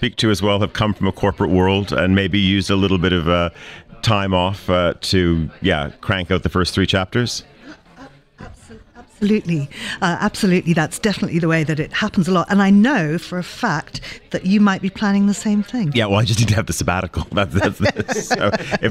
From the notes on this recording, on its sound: Live from Zürich. Our weekend programme comes live from Monocle’s radio studio in Zürich. Discuss key topics in front of a studio audience.